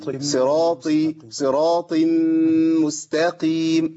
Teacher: لابد ان انا الطاء تطلع بدون نفس. انتوا عارفين الطاء مقطوعه النفس، كان الشيخ اللي بيعلمنا كان يقول اكتم النفس، بس ما حدش يكتم النفس، لان لو انا كتمت النفس وسمعت كلام الشيخ لا، يقصد اكتم نفس الطاء في المخرج فما تطلعش نفس.